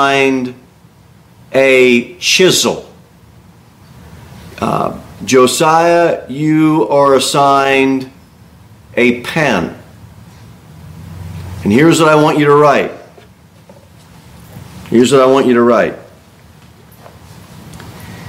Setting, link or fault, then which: setting, large echoing room